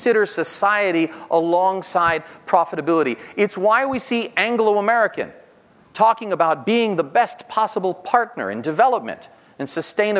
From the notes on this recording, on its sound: This episode features a keynote speech. Recorded live at The Northern Miner's Progressive Mine Forum held at the MaRS Discovery District in downtown Toronto in mid-October 2019.